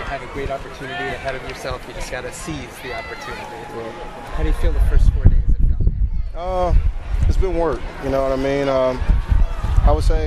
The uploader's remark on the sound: Live from Patriots Training Camp